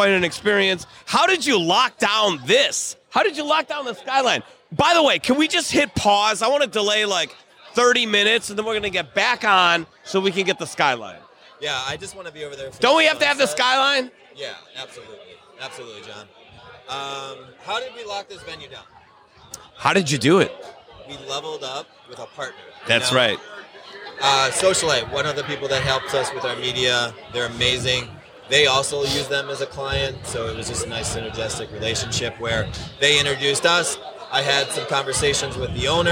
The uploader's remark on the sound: Conversations Live at the Level Up Social Club Event. Then we have numerous other guests jump on the mic to share their own brand stories.